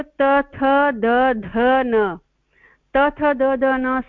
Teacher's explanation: दन्त्यव्यञ्जनः इत्युक्ते तेषाम् उच्चारणं दन्त्य जीवा दन्तं तत्र टच् करोति